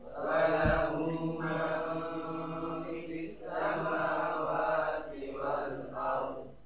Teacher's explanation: mad silah hanya dibaca dengan dua harokat karena yang terletak setelahnya adalah huruf mim yang tidak mewajibkan dia ya lebih dari dua harokat.